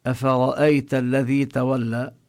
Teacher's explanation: أفرأيت الذي تولى، هنا الراء مفخمة، المطلوب أن يلفظ الهمزة والفاء بالترقيق والراء بالتفخيم. أفرأيت، وهنا الياء كما بينا هي حرف لين.